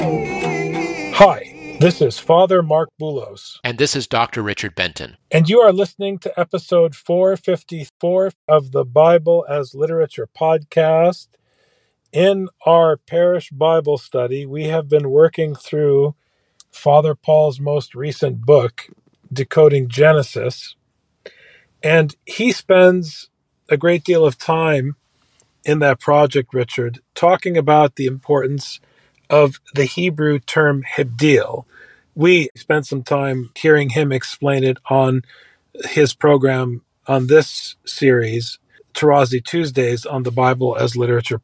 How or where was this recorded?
inside a vehicle